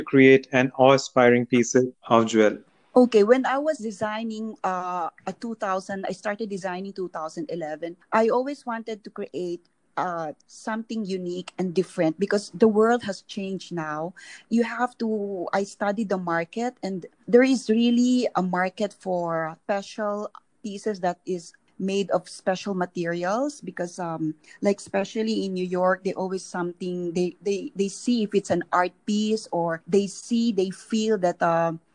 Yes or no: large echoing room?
no